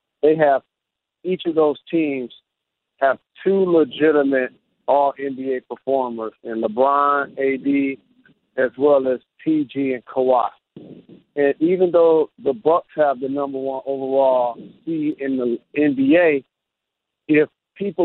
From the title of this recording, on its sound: NBA Conference Call